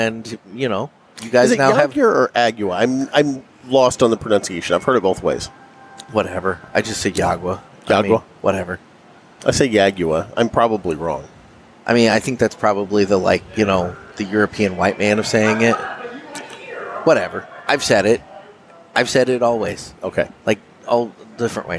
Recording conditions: busy venue